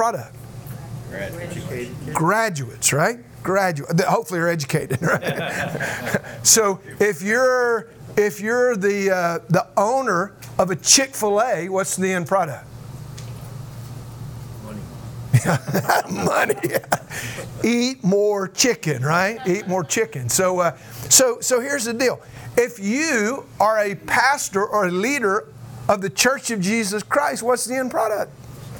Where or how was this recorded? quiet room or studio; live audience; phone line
live audience